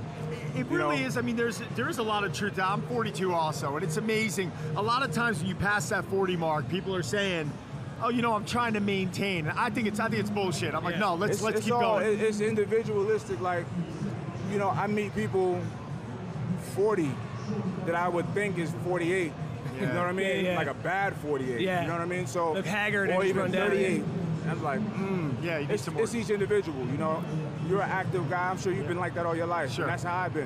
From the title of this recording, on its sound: Reps Live From Olympia